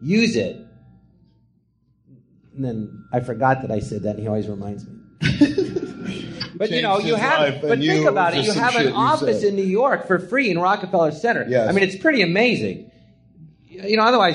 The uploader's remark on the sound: Recorded live at the Jon Lovitz Podcast Theatre.